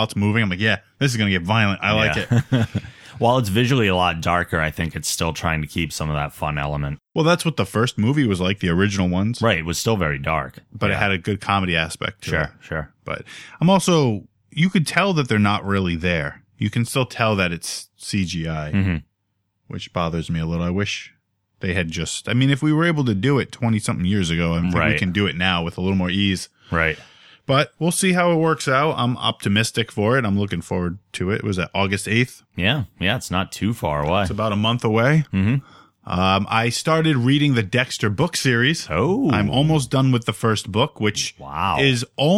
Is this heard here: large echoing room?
no